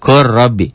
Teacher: Kul jadi kur, bunyi lam matinya hilang